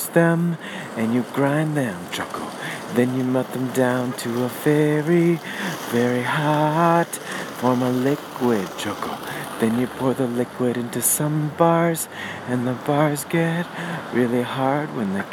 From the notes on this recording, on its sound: Recorded on the street in Manhattan.